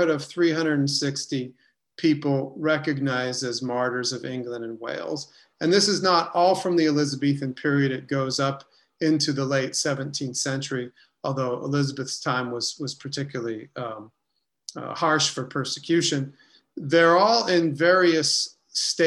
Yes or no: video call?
yes